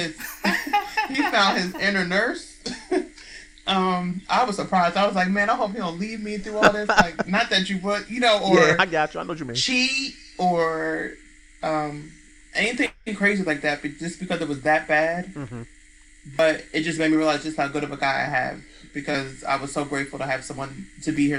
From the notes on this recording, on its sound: Forgive the slight buzz, some small audio issues